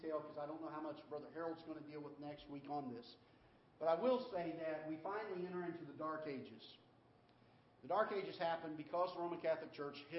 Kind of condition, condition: setting, large echoing room